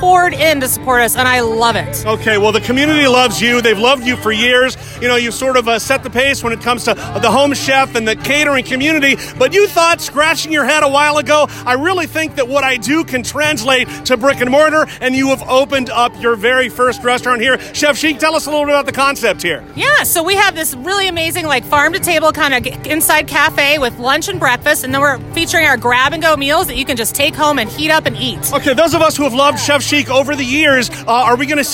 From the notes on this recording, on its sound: Just seconds after she cut the ribbon in front of a crowd of fans who gathered outside her new eatery, Chef Chic.